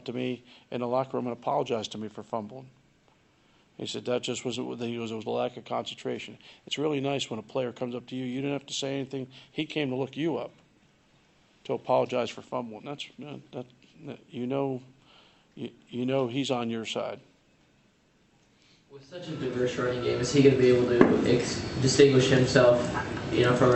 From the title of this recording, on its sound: Press Conferences & Post-Game Interviews